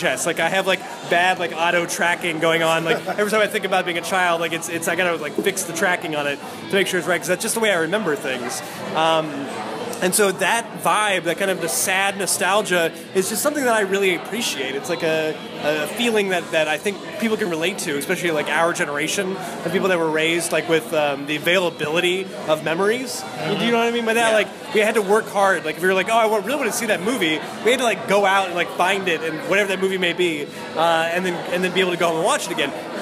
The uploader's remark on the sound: D23 Expo 2015 Super Show. On the Expo floor.